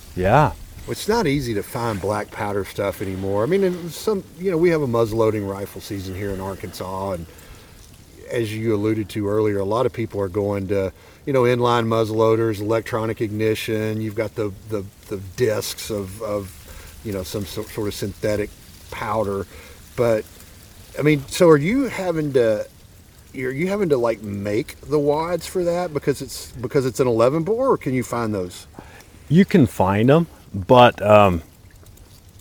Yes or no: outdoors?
yes